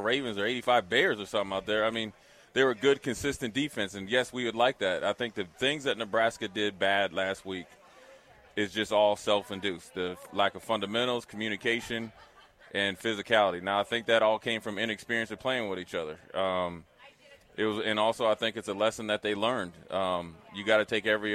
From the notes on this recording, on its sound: Live from Cornhusker Bank - September 2nd, 4pm